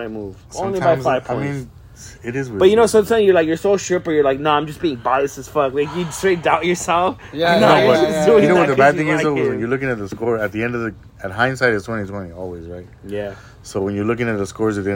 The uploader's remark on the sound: This episode is unedited and recorded on an iPhone.